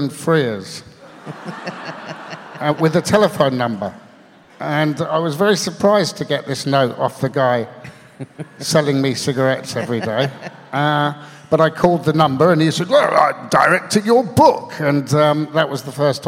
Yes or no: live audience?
yes